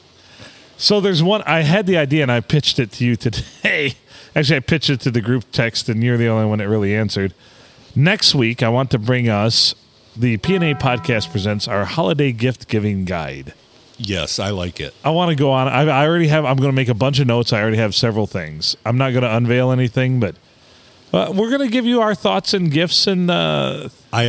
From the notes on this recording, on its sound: Recorded in Deckerville at the Silver Tavern, the Olde STD on a Monday night.